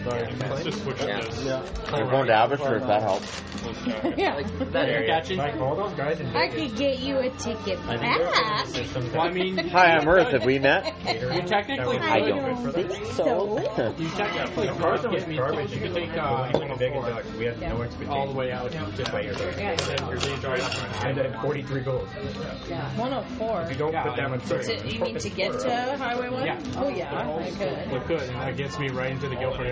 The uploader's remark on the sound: Just turned on my phone and hit record at Red Robin.